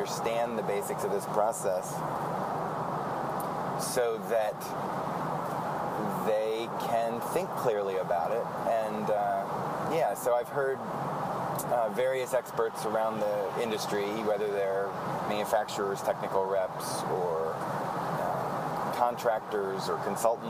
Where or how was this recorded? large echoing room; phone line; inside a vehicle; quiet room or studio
inside a vehicle